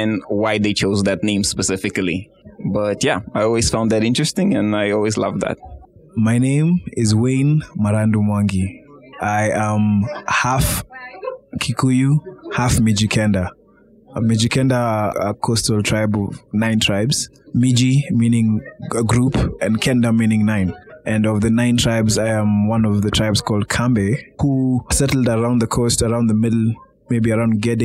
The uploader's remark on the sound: At the 2023 Nairobi Design Festival's Afrika Design booth, we invited our community to share the stories and meanings behind their names.